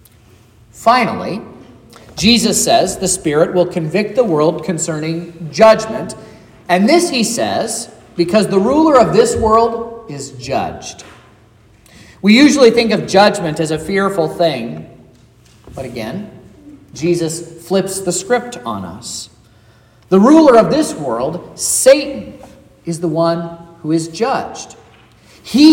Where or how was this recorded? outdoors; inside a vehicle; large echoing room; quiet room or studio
large echoing room